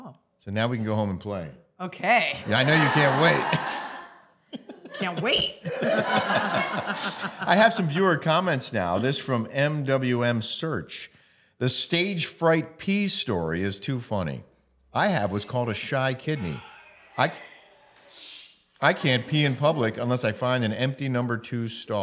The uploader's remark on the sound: Taped in front of a LIVE AUDIENCE at TBD STUDIOS in Laguna Beach, California.